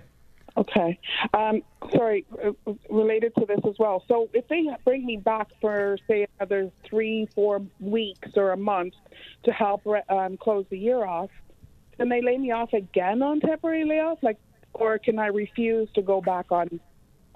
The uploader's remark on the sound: taking your phone calls